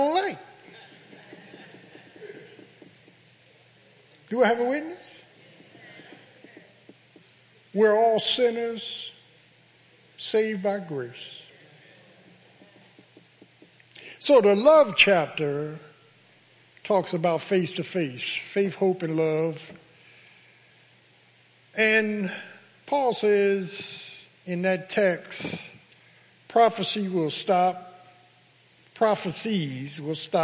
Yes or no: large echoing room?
yes